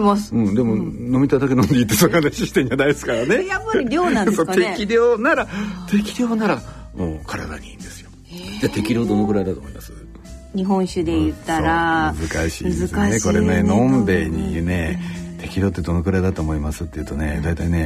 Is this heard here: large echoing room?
no